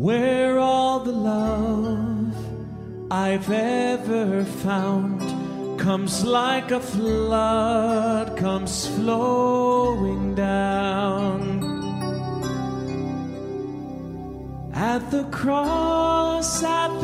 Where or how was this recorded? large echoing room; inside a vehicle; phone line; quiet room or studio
large echoing room